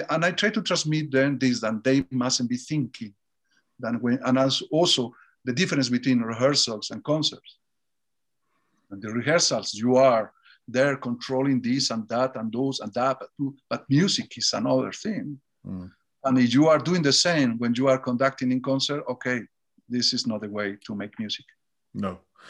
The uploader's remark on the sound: This interview was recorded on 23rd February 2021 via Zoom.